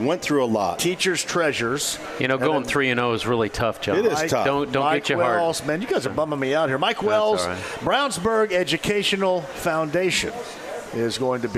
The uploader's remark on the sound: Live From Sullivan Hardware & Garden! He also takes a phone call.